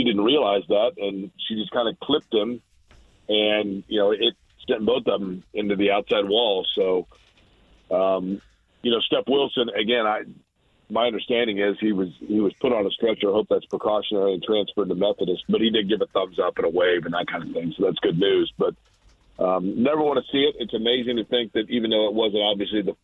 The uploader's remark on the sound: He then turns to the phone lines and takes a call! He then opens the phone lines back up!